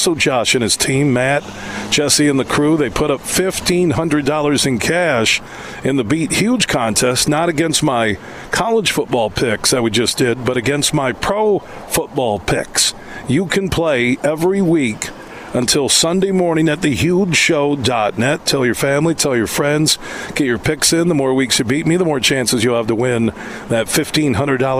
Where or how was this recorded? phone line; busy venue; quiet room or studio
busy venue